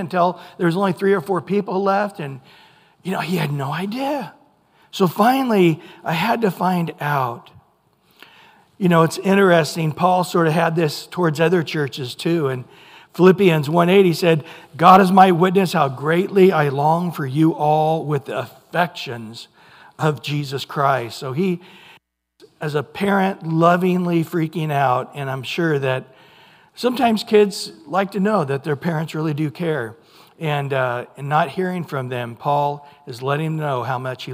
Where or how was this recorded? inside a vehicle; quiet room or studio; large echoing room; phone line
large echoing room